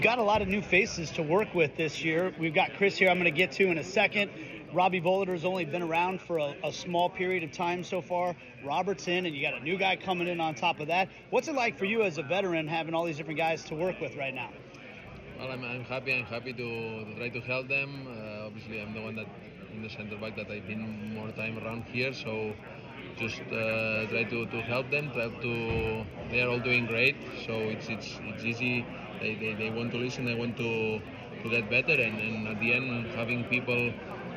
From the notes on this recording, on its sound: live from media day